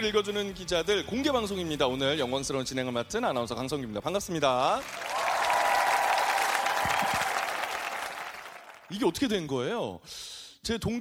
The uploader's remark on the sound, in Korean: 공개방송